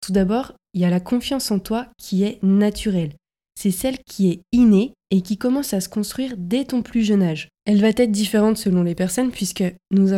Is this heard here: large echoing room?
no